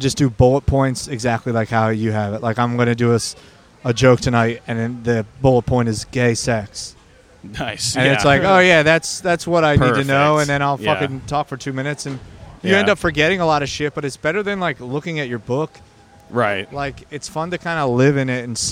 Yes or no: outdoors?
yes